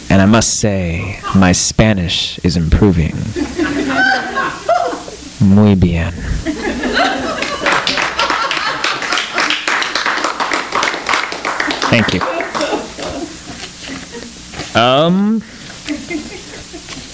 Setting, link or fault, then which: setting, live audience